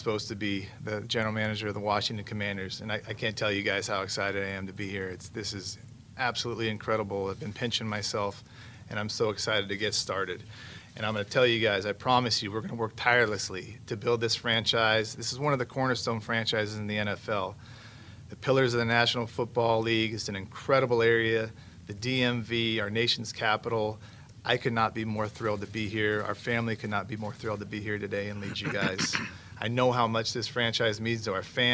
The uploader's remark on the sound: Intro Presser LIVE From Ashburn